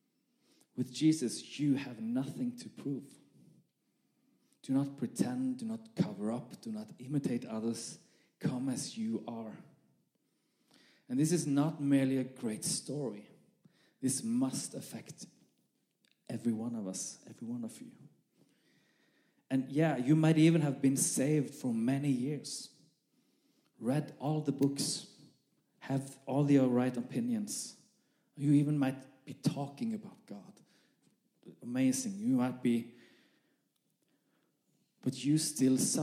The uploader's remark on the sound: This message was recorded live at our Malmö Gathering.